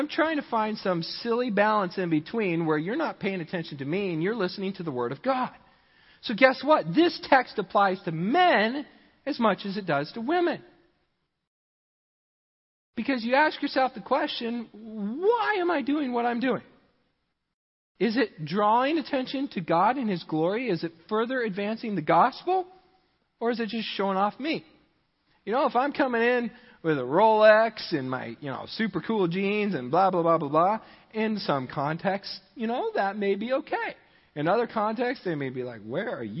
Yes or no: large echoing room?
yes